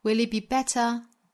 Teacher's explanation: Will 和 it 之间连读要注意带出小小的 l 的音